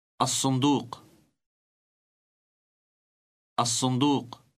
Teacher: Note, however, that it is pronounced as an S rather than L because it is followed by a dark S sound, thus both resulting in an elongated S sound